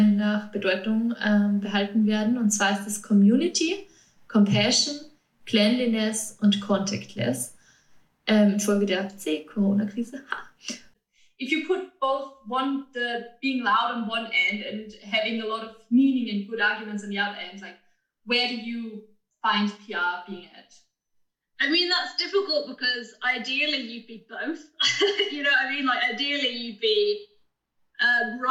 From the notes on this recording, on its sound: (don't mind the audio quality). Sorry für die Audio-Qualität.